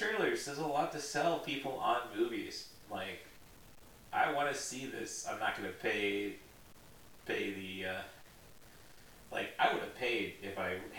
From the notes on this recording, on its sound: Too bad the mics were not set up ideally. The audio can be heard with a bit of static.